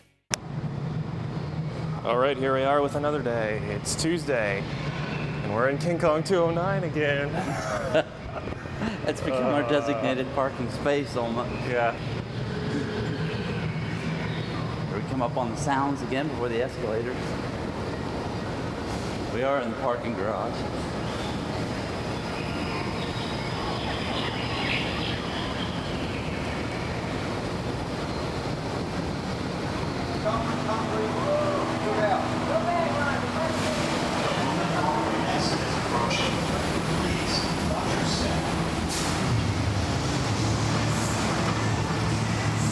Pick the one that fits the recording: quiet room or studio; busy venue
busy venue